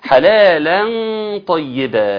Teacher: اخفاء اللام مع الطاء، التنوين قصدي نون التنوين مع الطاء، بس هنا اخفاء مفخم لان الطاء من الحروف المفخمه